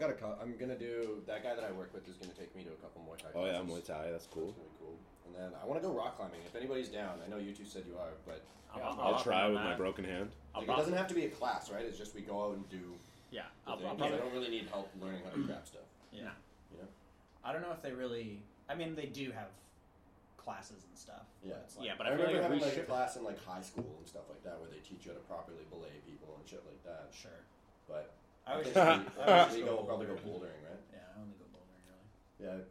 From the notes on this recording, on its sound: Sorry for the yelling, we recorded this while watching the prelims for UFC 244 and got pretty excited.